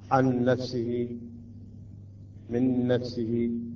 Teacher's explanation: النون مثل عن نفسه من نفسه، نون ساكنة وبعدها نون متحركة، عندما تدغم يصبح عندنا نون مشددة . هنا أيضا يجب أن نتأخر على مقدار حركتين، وبالنسبة للميم